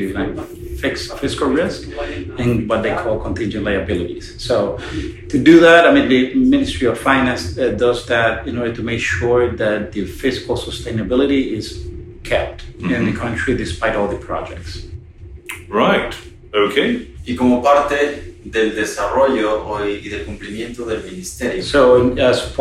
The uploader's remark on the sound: recorded at last week’s Inter American Development Bank conference – PPP Americas – in Panama